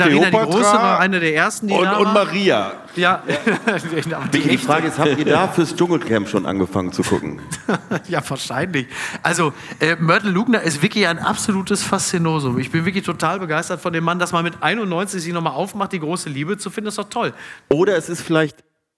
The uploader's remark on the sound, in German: Live aus Hannover